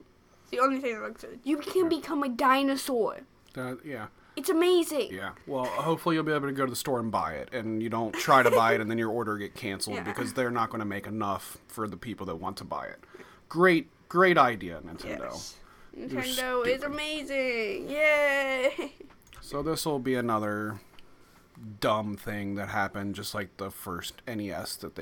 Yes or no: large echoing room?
no